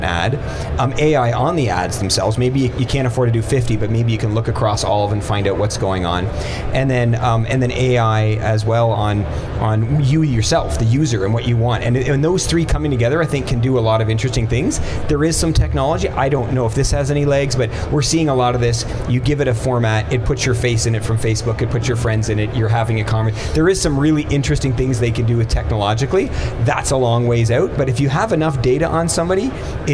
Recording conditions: busy venue